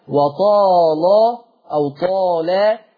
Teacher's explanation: اللام المغلظة مع الطاء وبينهم ألف